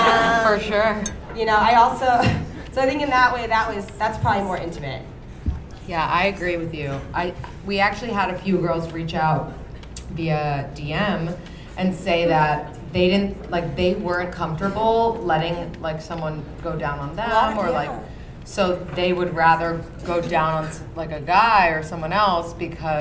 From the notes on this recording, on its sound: In this live episode from Caroline's On Broadway.